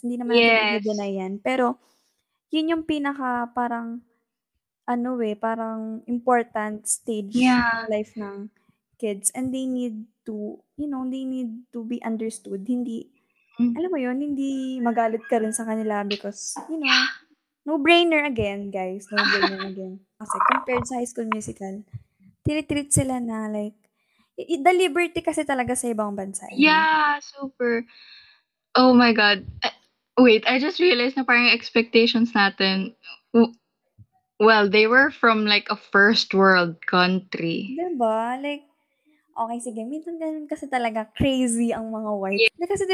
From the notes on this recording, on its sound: Bear with us as our doggos refused to cooperate.